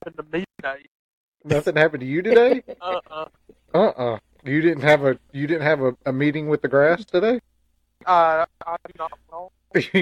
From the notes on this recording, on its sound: We make an attempt to catch up and host a podcast but technology gets us again! We were able to sneak in a quick phone call.